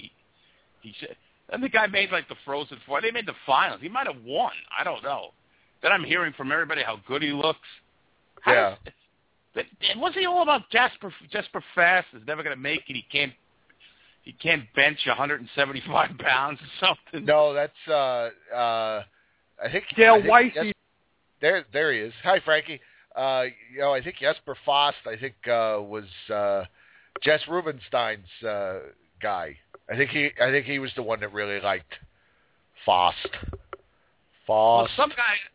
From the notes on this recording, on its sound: Anything goes on the Underground, we take your calls, and there is a live chat throughout the entire show.